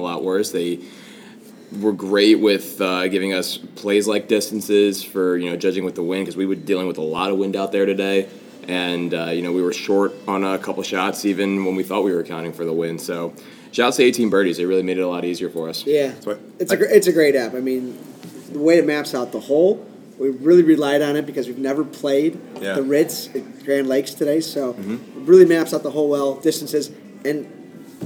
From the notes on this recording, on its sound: LIVE from the PGA Show.